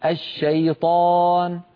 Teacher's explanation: لما تقول الشيطان لا تفخم الشين، قل مثلي الشيطان.